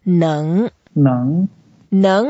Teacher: And then a nasal sound. And it's a second tone. So we go up.